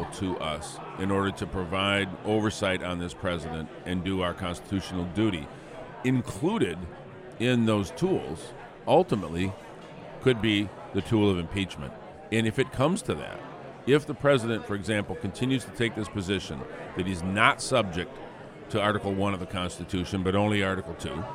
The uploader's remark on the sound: 2019 Mackinac Policy Conference. From the 39th annual policy conference.